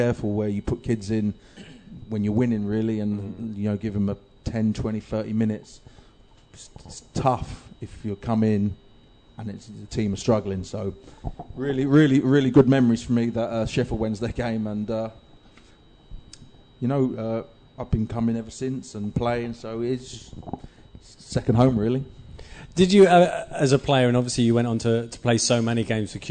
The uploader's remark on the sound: Recorded in front of more than 100 R’s fans, there are laughs, jokes and stories aplenty.